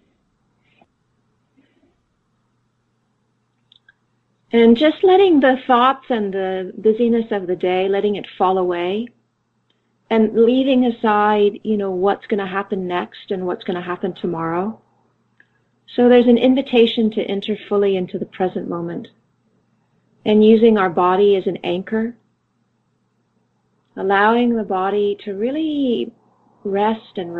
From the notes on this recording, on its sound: Conference call.